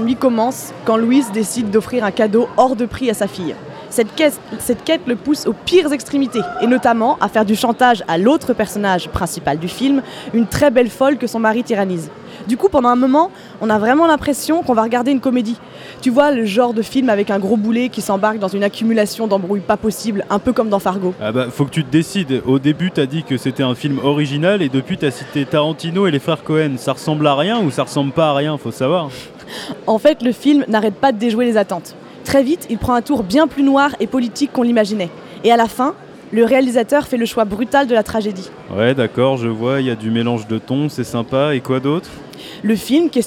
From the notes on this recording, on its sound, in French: nous plantons nos micros dans le hall du Centre des Congrès pour suivre au plus près le festival Premiers Plans